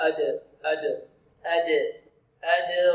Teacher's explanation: وما أدراك، هنا مع القلقلة لابد أن أحترس من تفخيم الدال، لأن الدال ليس من حروف التفخيم وليس من حروف الاستعلاء